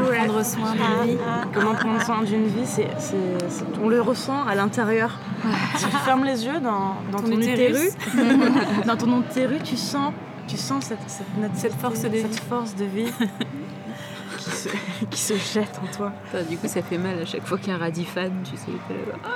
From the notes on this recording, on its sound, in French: En direct de la Cave40 à Bourges, sur rAAdio cAArgo !